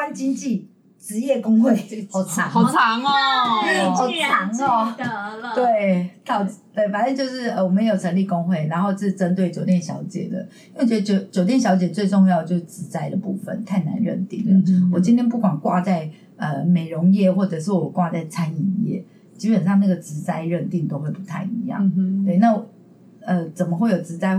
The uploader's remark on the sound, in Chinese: 本集聲音會有些雜音